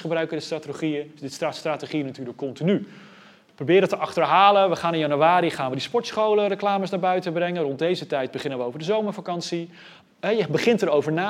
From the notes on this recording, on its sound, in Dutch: Deze lezing is opgenomen in Museum Catharijneconvent op 13 oktober 2020.